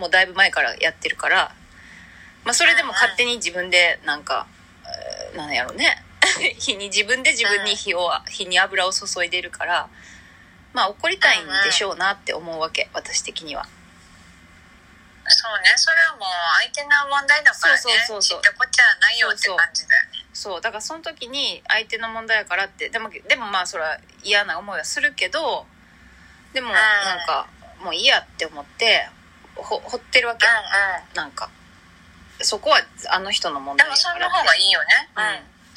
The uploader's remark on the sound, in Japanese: LINE電話をボイスメモしたのを配信してるため、音質良くなかったりするのはご了承ください。